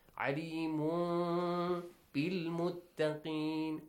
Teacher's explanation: Change the sound of tanween to a hidden meme sound. Ikhfa of meme. · Term: iqlab